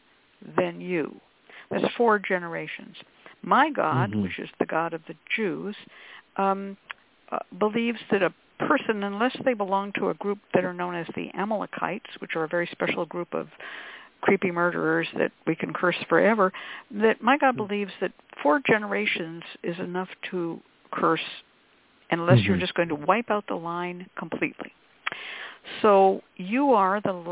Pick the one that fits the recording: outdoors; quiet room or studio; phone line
phone line